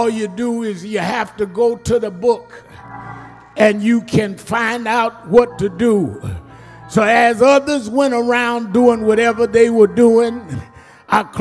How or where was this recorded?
large echoing room